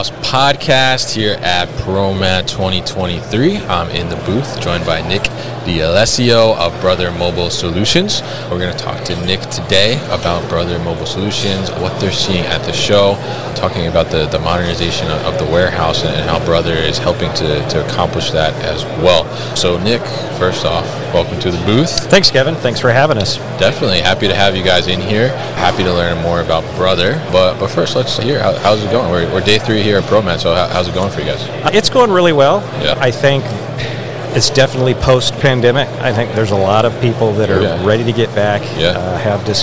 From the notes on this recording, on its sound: live at ProMat 2023